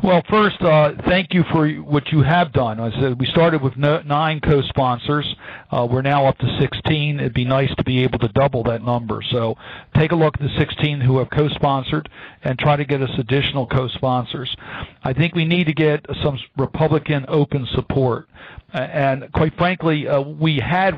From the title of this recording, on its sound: Full Conference Call